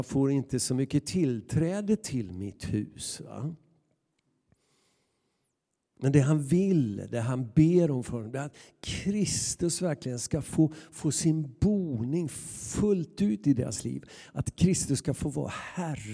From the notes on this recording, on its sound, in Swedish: Inspelning från Immanuelskyrkan Skövde.